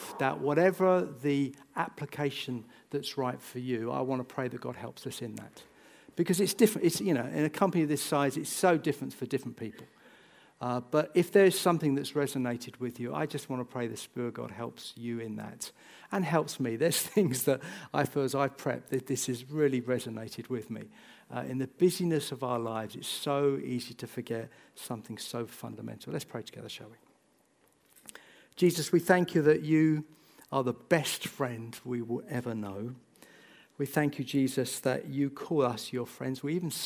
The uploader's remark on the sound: This sermon was recorded on Sunday 28th January 2024 at our Putnoe venue.